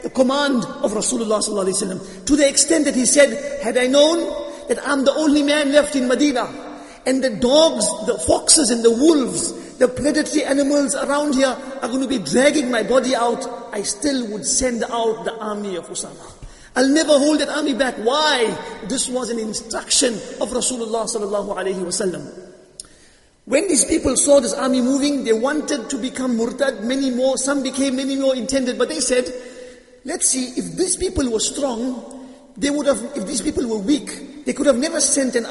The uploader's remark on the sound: Jumuah lecture at Masjid ut Taqwa